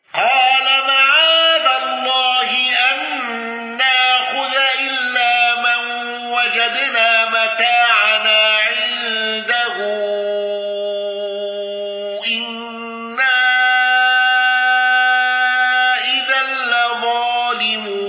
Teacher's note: خلف عن حمزة بالسكت على المد المنفصل